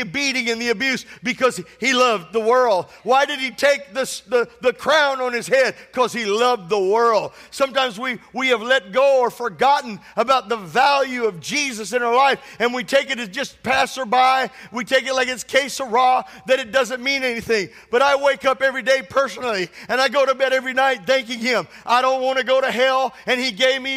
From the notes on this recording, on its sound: This sermon was recorded at Family Worship Center in Florence, SC on Sunday, April 9th, 2023.